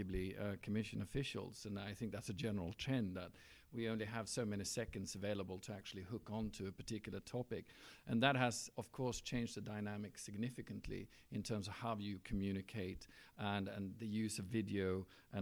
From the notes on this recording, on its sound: the third and final show recorded at the Global ICCO PR Summit